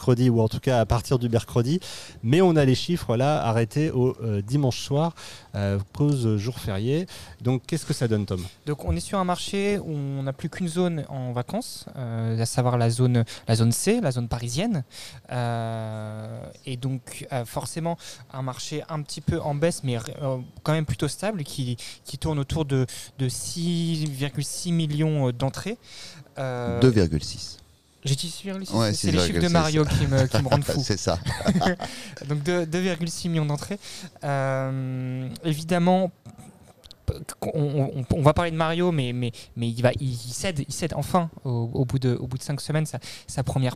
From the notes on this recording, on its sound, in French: Episode enregistré au cinéma Les 7 Batignolles le mardi 9 mai 2023